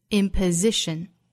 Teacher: 单词内不含有字母 r，不要带出卷舌音来，应该读成 imposition，注意字母 s 对应浊音 z